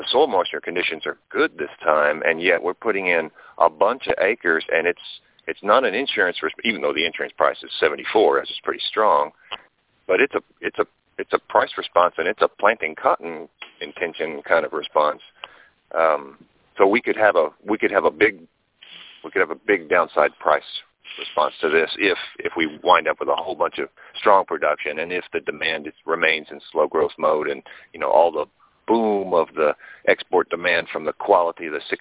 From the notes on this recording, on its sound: Our monthly conference call. Ag Market Network's Monthly Conference Call On Cotton.